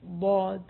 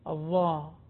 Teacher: الضاد والظاء الضاد من حافة اللسان مع الأضراس بينما الظاء من طرف اللسان فرق بين الظاء انتبه اللسان خرج إلى الخارج قليلا الظاء بينما الضاء ضاد حافة اللسان، حافة اللسان مع الأضراس من الداخل، يعني عندما أنطق حرف الضاد لا أرى اللسان، بينما عندما أنطق الضاء طرف اللسان يظهر